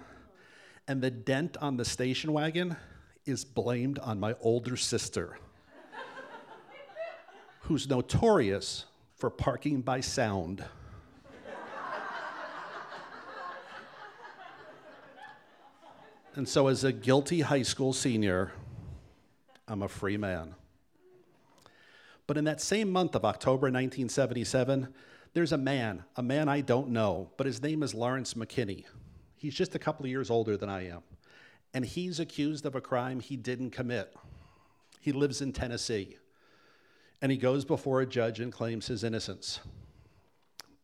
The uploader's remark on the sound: This event was recorded in front of live audience on July 17th, 2018 at Wellfleet Preservation Hall in Cape Cod, Massachusetts.